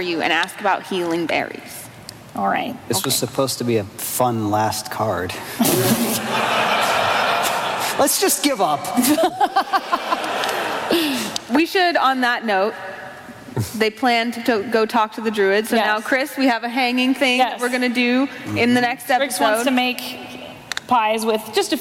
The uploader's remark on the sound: live from PAX South 2019